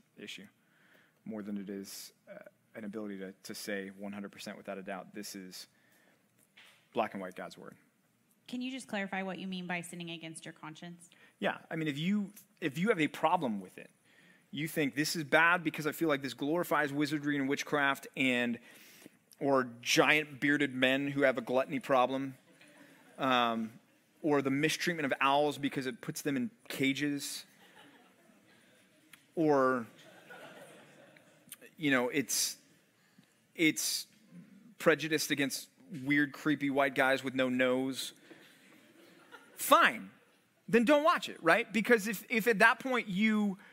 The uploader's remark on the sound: Live Q&A at The Bridge College Ministry at Compass Bible Church